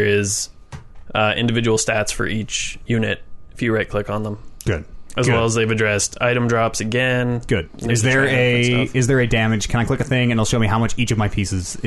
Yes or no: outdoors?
no